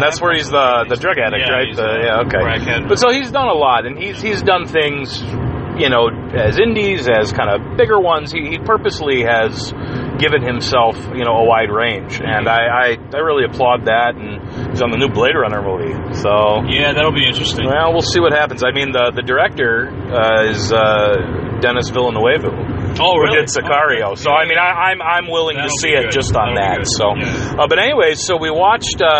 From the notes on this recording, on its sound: On their way back from Cleveland. Riff in the car. In the first Vomit off the Cuff mobile edition. Only 2 of us were in the car.